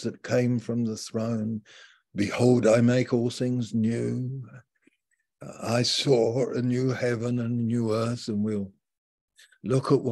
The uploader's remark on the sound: Malaysia Meets (Zoom)